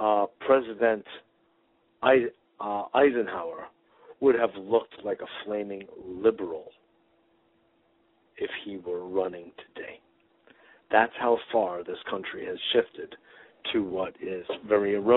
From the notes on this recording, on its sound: Today is a chance for listeners to call